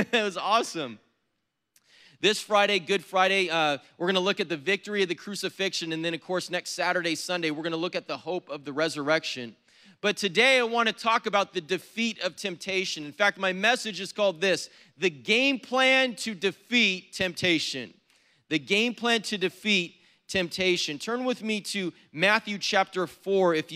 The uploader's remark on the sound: was preached on April 10th at the 10AM service